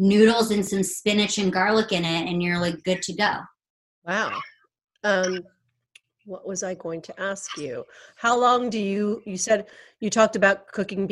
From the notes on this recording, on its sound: An Instagram Live Podcast